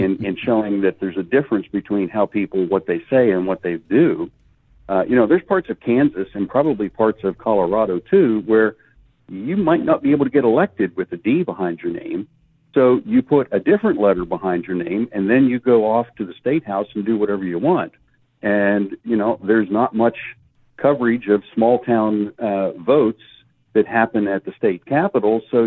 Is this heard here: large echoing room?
no